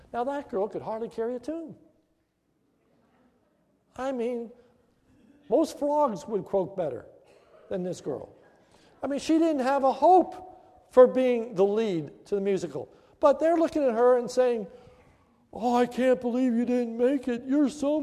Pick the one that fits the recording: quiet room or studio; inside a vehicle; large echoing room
large echoing room